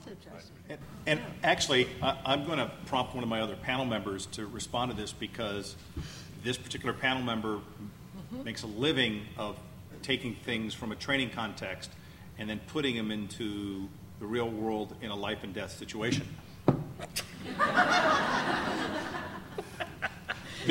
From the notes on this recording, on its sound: an excerpt from ClickerExpo 2011 in Lexington, Kentucky